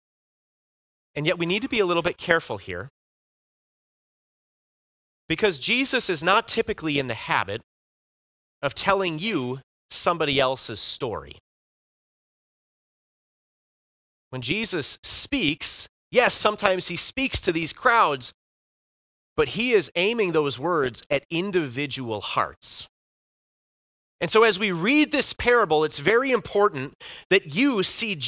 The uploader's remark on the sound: Bethany, Appleton, WI. Preached this sermon at Bethany's Sunday worship on July 9, 2023.